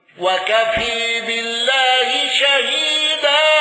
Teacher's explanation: حمزة بالإمالة واندرج معه الكسائي وخلف العاشر